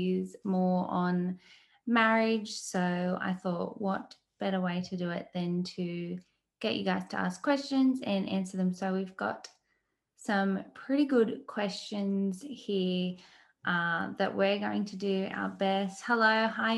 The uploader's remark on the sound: the live Q&A we did in the Wholesome Mumma Facebook Group